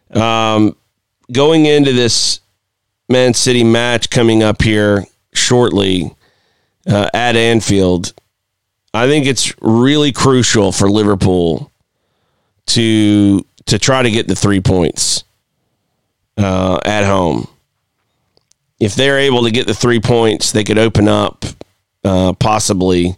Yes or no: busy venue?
no